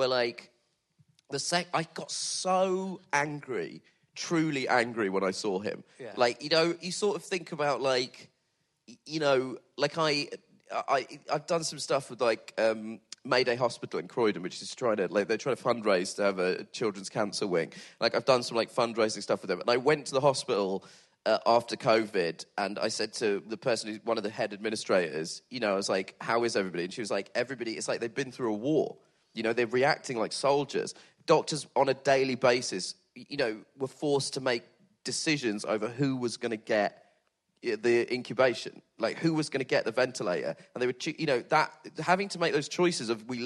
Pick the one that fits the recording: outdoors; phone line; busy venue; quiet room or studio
busy venue